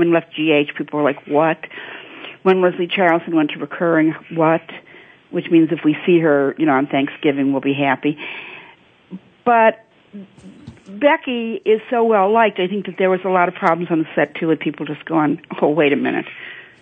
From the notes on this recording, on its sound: Soap Central Live is opening the phone lines to fans.